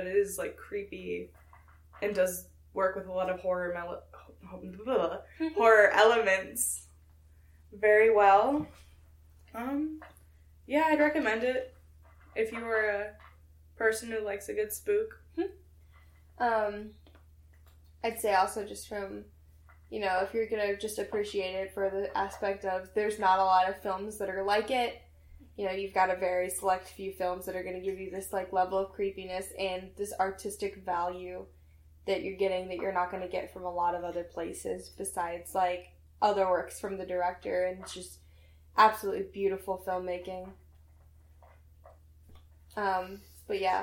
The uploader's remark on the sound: If you listen closely you might even hear roommates making noises randomly throughout the episode.